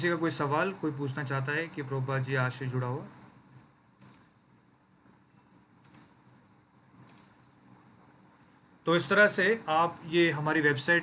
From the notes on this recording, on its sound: Zoom recorded class. HKM, Mumbai.